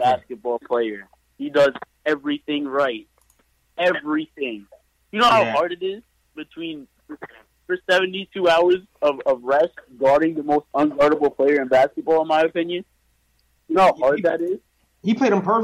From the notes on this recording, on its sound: take live phone calls from fans around the world